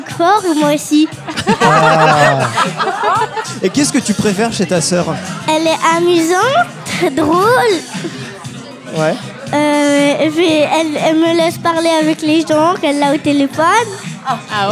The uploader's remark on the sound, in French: épisode enregistré au Café sans nom (Paris 20e)